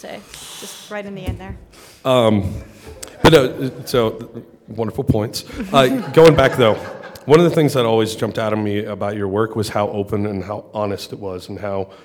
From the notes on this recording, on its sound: Live from Denver Comic Con.